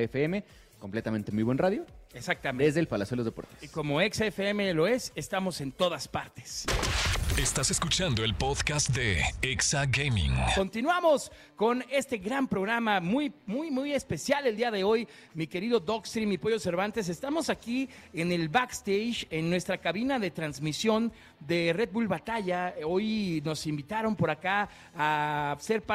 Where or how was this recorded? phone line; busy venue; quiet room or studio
busy venue